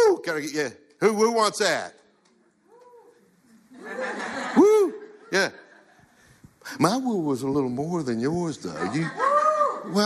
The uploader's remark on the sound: We recorded this talk back in October of 2019 at LashCon. This was one of about 28 presentations we had over two days.